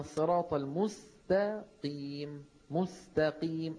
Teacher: القاف مفخمة طبعا ولو كانت مكسورة فهي في أقل مراتب التفخيم